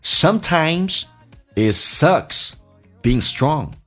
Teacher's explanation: It 的 T 去掉，略音后面是以辅音开头，用降调来发